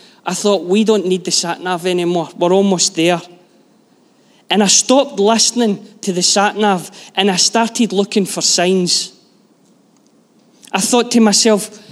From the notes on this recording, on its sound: Live from our Sunday gathering on 21/05/23